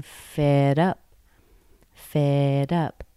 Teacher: Up has more stress.